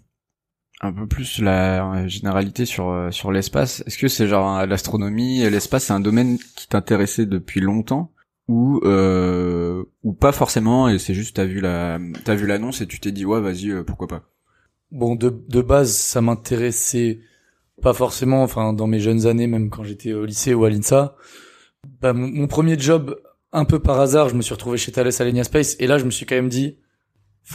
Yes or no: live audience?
no